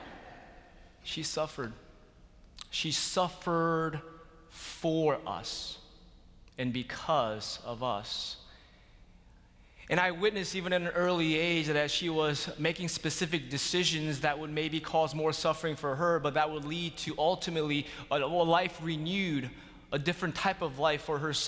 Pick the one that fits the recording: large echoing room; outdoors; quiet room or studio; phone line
large echoing room